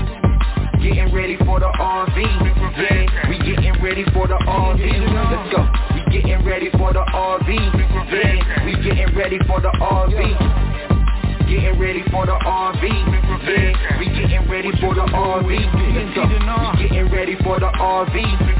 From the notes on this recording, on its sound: TNTSuperfantastic Conference Call